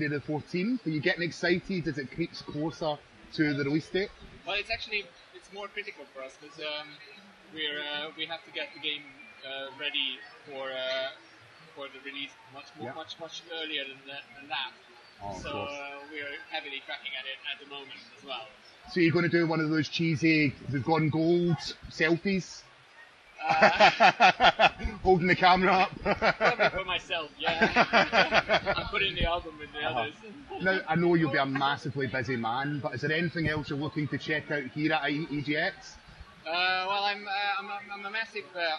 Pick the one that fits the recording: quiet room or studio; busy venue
busy venue